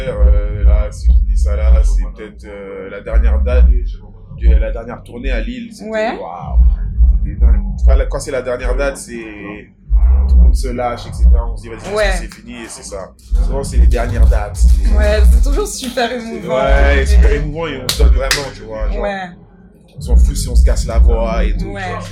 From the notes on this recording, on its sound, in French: On a enregistré le podcast dans les backstages du concert - Sorry pour le bruit de fond. Juste avant son premier concert à Montréal, dans le cadre du festival des Francos.